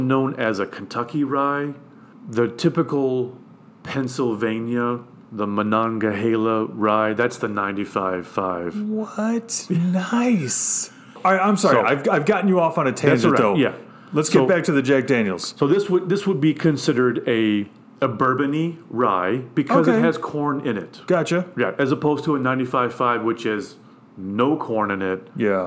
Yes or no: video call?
no